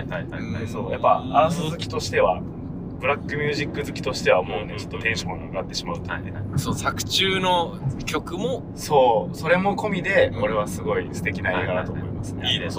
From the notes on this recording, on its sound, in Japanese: 車内での収録につき、音声が悪めです。今回はホドガヤを飛び出し車内で収録！